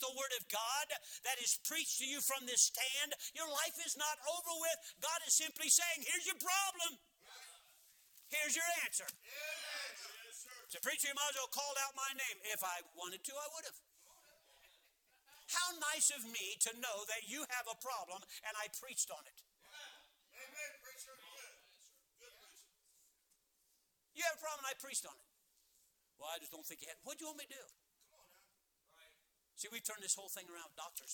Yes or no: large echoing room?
yes